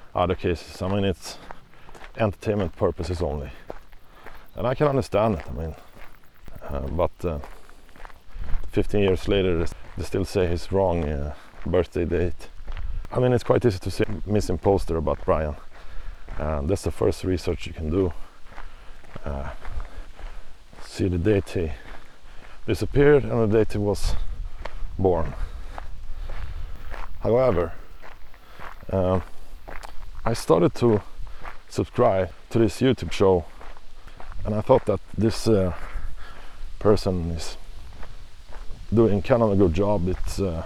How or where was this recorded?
outdoors